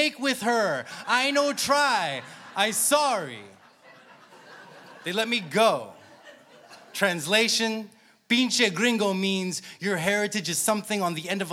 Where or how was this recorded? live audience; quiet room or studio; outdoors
live audience